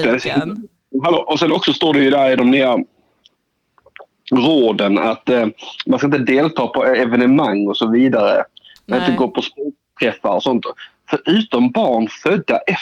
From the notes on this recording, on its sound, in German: I studion. Per telefon.